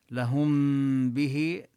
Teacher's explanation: نبين الغنة من الميم لهم وننتقل إلى مخرج الباء · Term: الإخفاء